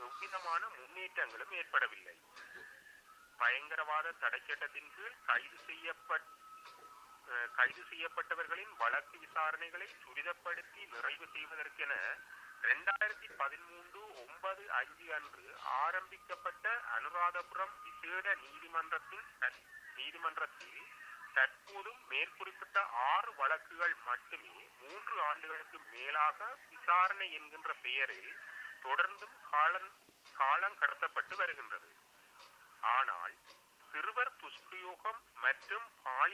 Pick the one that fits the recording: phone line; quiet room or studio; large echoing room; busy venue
phone line